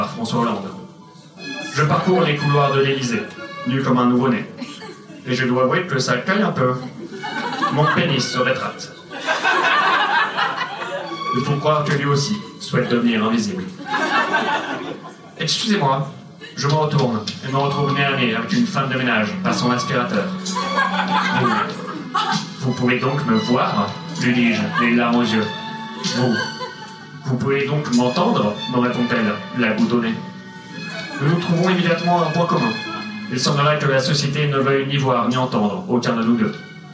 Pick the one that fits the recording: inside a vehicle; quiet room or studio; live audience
live audience